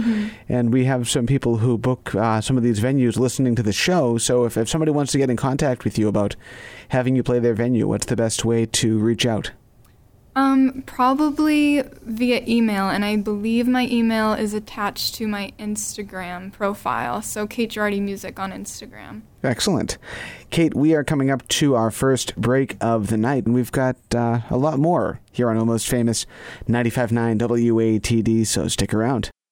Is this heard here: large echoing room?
no